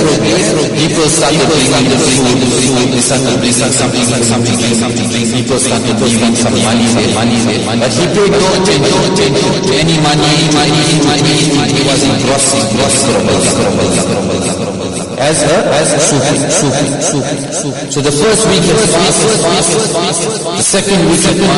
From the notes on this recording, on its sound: Jumuah lecture at Masjidun Nasr